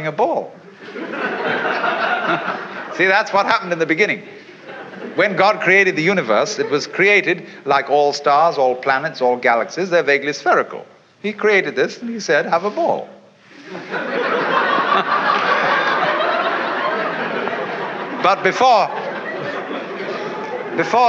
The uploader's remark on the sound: In this intimate session. A seminar session from SMU in 1965.